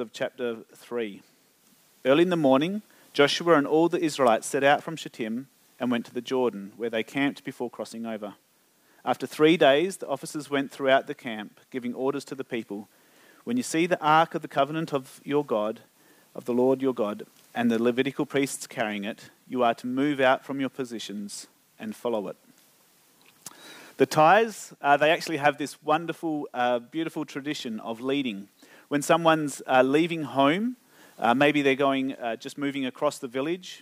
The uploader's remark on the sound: Recorded Live on 4th June 2023. Geraldton Baptist Church.